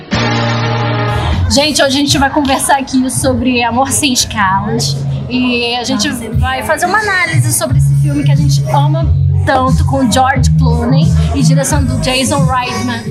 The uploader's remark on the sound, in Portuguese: diretamente do Booze Bar, na Lapa